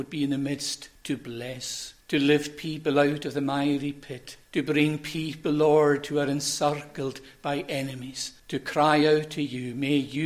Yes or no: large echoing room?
yes